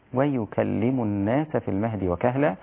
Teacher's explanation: أيضا إذا بدأت بالواو والياء رقيقة جدا لا تقل ويكلم الناس، ويكلم الناس، والواو مفتوحة رقيقة ضعيفة من الحروف الضعيفة في اللغة، فلا تبدأ بها بقوة كأنها مشددة، ويكلم خطأ، ويكلم الناس في المهد وكهلا.